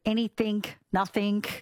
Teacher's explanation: pronouncing the G as a K at the end of the words